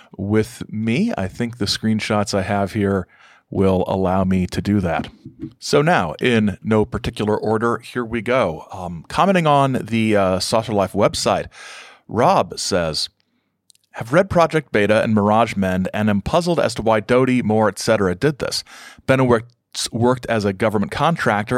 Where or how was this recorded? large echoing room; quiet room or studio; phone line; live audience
quiet room or studio